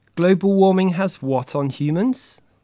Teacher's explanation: mark the rising intonation on the echo questions